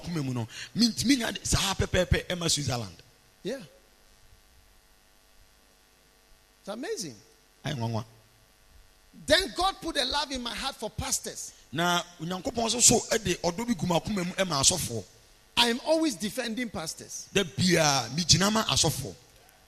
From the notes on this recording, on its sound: Preached at the Healing Jesus Campaign Pastor's Conference in Kyebi, Ghana.